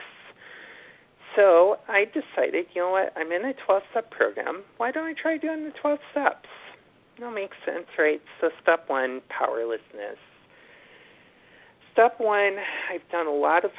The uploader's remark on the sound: from the 100 Pounders Phone Meeting